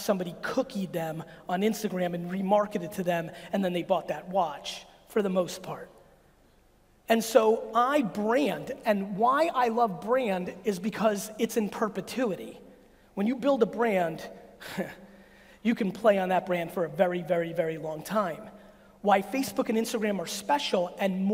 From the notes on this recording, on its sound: a segment of a keynote I gave 4 years ago in London, England!